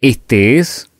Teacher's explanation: estirar la vocal que se reitera para darle el doble sonido y pronunciar las dos C en este caso.